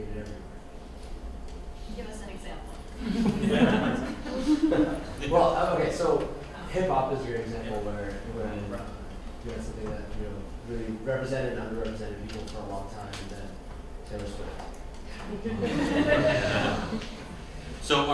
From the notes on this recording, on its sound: This panel at the 2017 Massachusetts Independent Comics Expo (MICE). Live at MICE 2017.